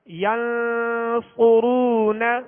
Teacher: حروف ہیں اخفا میں سے لہذا یہاں پر اخفا کریں گے غنہ کریں گے اور صاد کو پر پڑھیں گے ہونٹوں کو گول کریں گے صاد پر پیش ہے آگے واو مدہ ہے ایک الف کی · اور صاد کو پر پڑھیں گے ہونٹوں کو گول کریں گے صاد پر پیش ہے آگے واو مدہ ہے ایک الف کی مقدار کھینچ کر ادا کریں گے آخر میں نون پر صرف زبر ہے آواز اور منہ کھول